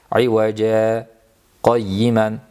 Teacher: 'iwaja deb bir muddat to'xtab nafas olmasdan qayyima deb davom ettiriladi. Mana mushafda mana bunday sin ko'rinishida qo'yilgan saktani bildiradi.